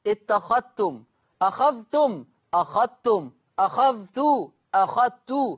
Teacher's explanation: ادغم ورش الذال الساكنه في التاء المتحركه في لفظ اتخذتم لا يتلفظ بالذال